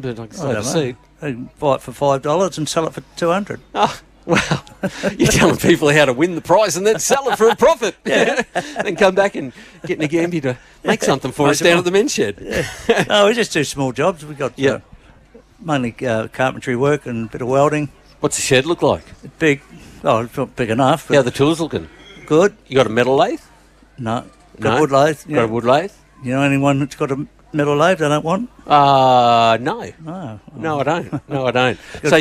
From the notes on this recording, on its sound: A special outside broadcast live from the 2024 Nagambie On Water Festival with thanks to Go Nagambie from Lake Nagambie.